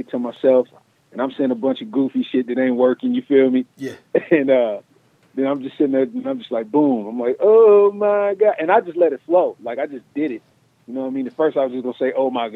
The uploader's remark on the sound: called